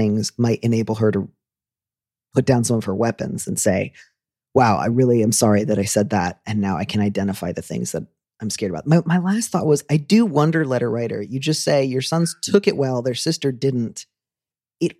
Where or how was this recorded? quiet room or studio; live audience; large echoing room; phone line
quiet room or studio